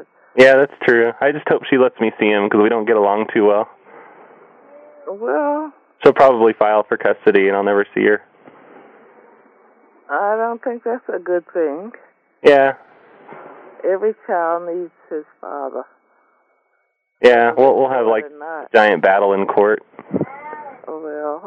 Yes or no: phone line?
yes